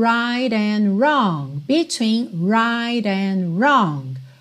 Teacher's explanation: esse R tá no começo da palavra, então ele vai sim vir enrolado, mesmo no inglês britânico